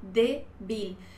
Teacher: La penúltima es fuerte, de. Ponemos la acentuación escrita ahí porque termina en L.